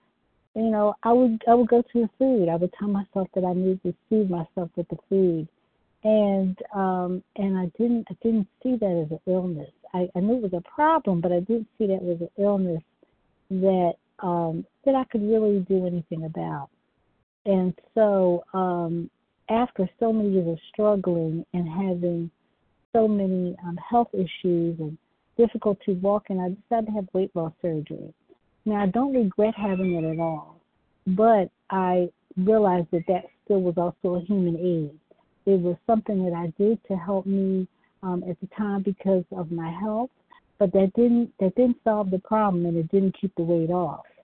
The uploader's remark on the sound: From the 100 Pounders Phone Meeting, 7/19/23. Qualification from the 100 Pounders Phone Meeting.